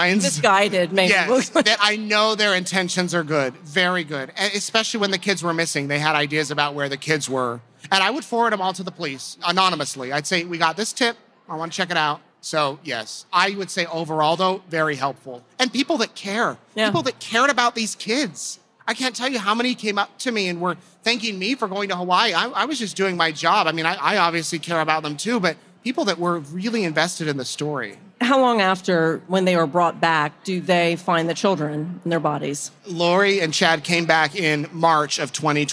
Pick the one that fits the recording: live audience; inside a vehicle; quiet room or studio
live audience